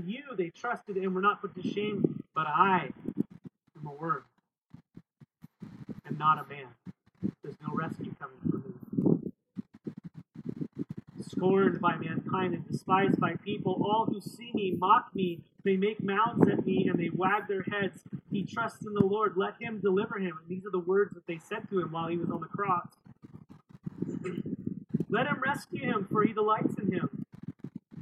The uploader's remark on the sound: This message was recorded outdoors, so expect some wind noise.